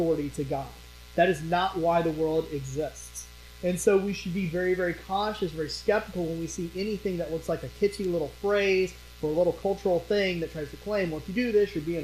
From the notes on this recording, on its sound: During this sermon, the pastor's mic was muted from recording so the audio was salvaged from other microphones on the stage. As a result, the quality is very low.